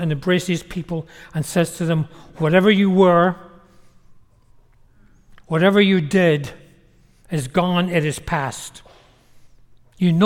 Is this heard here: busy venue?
no